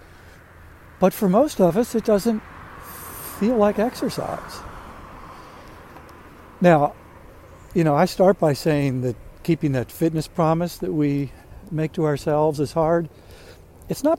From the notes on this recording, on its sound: During today's ten-minute walk. Wonders what the vehicle with the loud siren is.